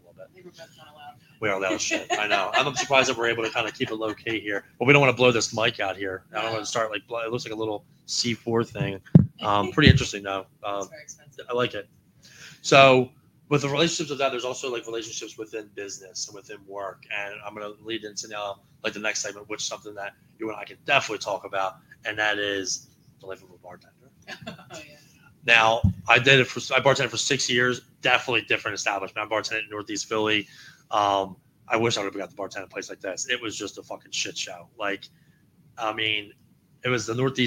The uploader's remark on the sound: Live from The Cellar in Yardley, PA.